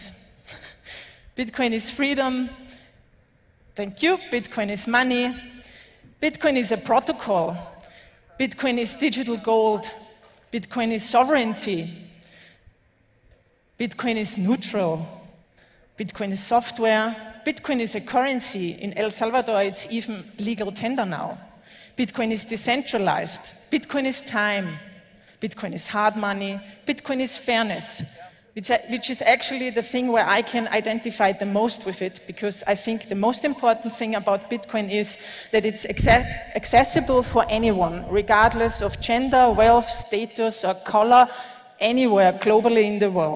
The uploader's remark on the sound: Talk at LaBitconf 2021 in El Salvador, the longest running Bitcoin conference in Latin America.